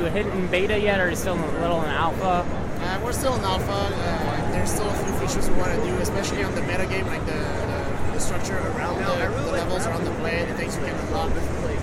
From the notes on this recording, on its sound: This is the third of the audio interviews I did while at PAX East 2016.